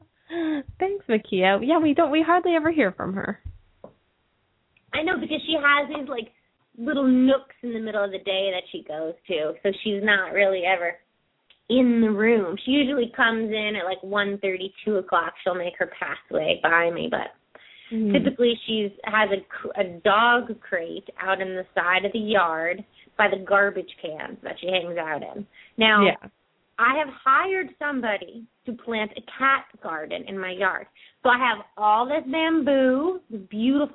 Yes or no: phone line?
yes